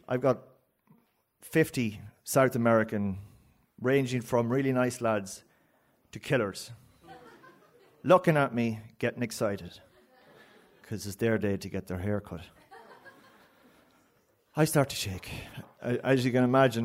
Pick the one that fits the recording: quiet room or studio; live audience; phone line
live audience